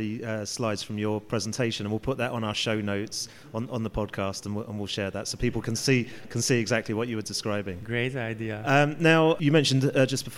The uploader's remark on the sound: The first of three episodes recorded at the 2019 Cannes Lions International Festival of Creativity.